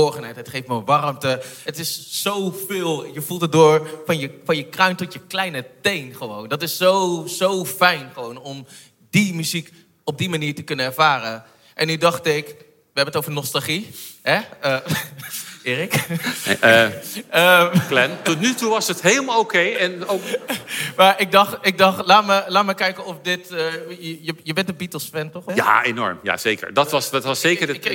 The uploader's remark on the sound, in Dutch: Opgenomen op 6 september 2021 in poptempel Paradiso tijdens 'The Science of Music' van de Universiteit van Nederland.